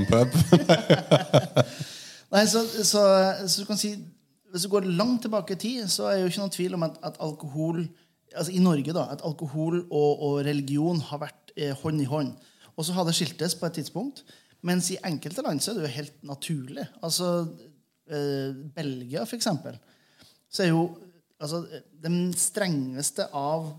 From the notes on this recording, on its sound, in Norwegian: Live opptak av Ølpanelet for første gang